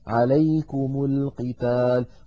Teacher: أيضا التقى ساكنان، الميم ساكنة ولام التعريف ساكنة، فحركنا الميم بالضم